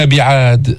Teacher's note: ننتبه إلى القلقلة الكبرى في الدال الساكنة في كلمة بعاد